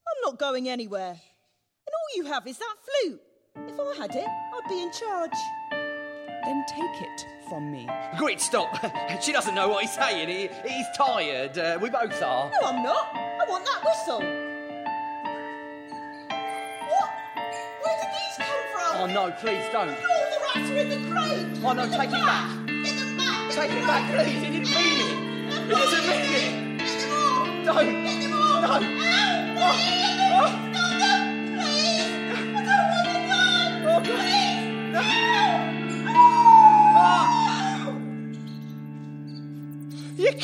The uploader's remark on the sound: Part of A Very Grimm Christmas performed and recorded in front of a live audience.